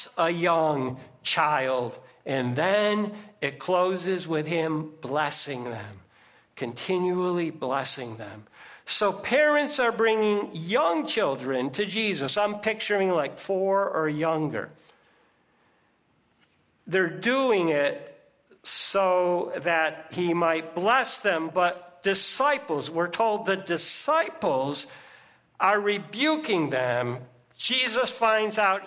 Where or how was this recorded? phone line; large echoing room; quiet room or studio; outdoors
large echoing room